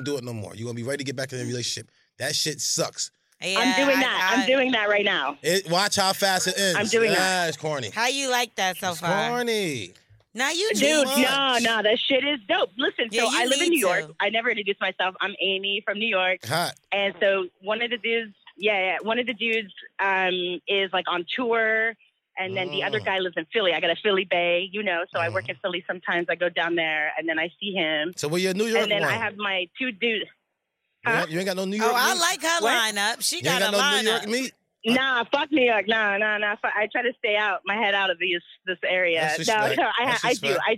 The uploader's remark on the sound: We opened up phone lines for "Who's On Drugs" to see what our listeners thought about the subject.